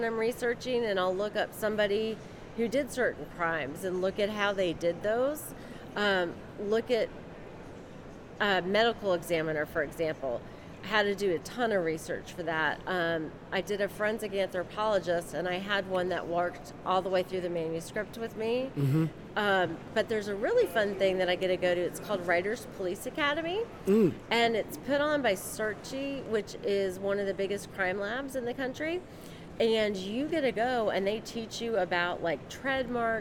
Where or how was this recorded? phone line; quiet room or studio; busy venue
busy venue